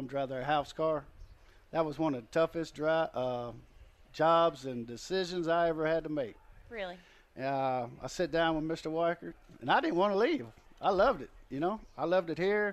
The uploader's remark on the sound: Broadcast live from the Bob Weikert Memorial Weekend at Port Royal Speedway.